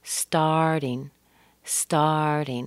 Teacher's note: Notice the T in that word has been softened to a soft D.